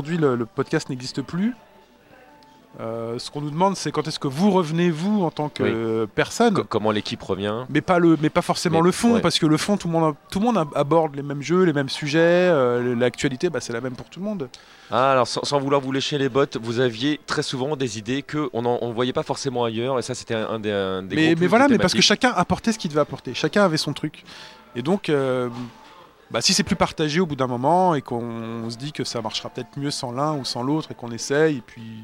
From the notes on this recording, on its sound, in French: L'émission à été enregistrée lors du 1er Marathon'Cast d'Arpajon le 17 novembre 2019.